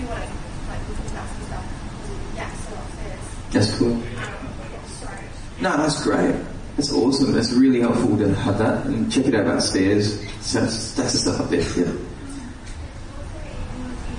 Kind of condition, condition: setting, live audience